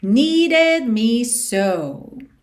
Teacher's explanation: esse E aí do meio é pronunciado, needed. Essa palavra tem mesmo duas sílabas